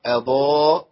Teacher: فخمت الهمزة شوية عايزين نرققها